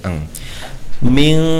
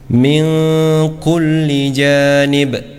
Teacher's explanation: Yang terakhir bertemu dengan kaf, ya. Ketika nun sukun atau tanwin bertemu dengan kaf, ya, maka di sini condong ke huruf ang, ya, ya, atau huruf ng